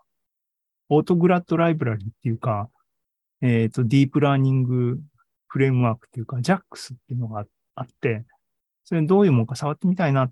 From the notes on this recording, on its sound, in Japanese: ２０２３年２月２２日に開催した ZOOMライブの模様です